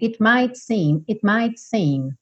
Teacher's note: Porque eles não são obrigatoriamente omitidos. Você pode até ouvir ali um restinho de T